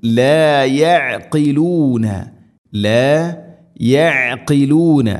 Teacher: ഐന് ഖാഫ് ഐന് തൊണ്ടയുടെ മധ്യഭാഗം, അതുപോലെ ഖാഫ് ചെറുനാക്കിൻ്റെ ആ ഒരു ഭാഗവും